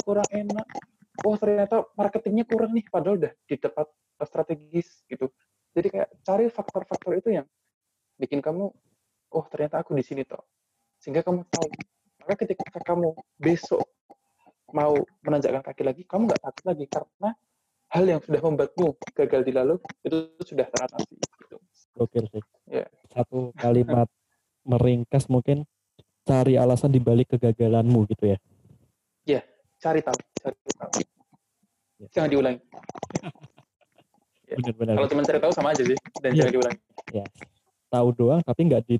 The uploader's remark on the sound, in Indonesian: Mohon maaf atas ketidaknyamanan audio (sudah sebisa mungkin diselamatkan, tapi ini hasil paling maksimal).